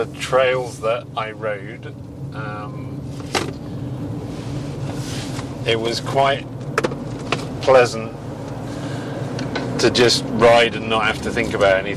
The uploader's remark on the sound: Actual ride around East Duffins Headwaters and Norton Tract also known as Walker Woods.